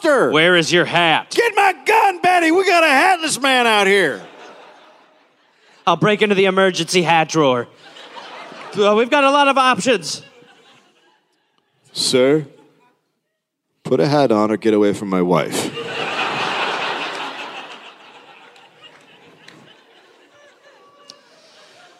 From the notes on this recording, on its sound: Recorded live in Nashville.